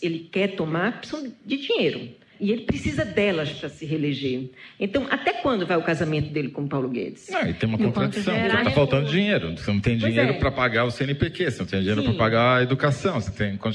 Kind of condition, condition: setting, live audience